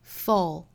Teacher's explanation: 也就是 book 里面的那个 full,注意后面有舌侧音